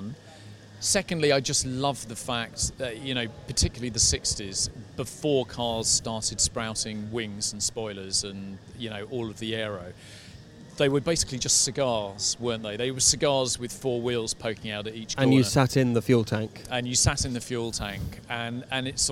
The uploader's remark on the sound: A show that was recorded at the company’s recent auction in the Principality during the Historic Grand Prix weekend.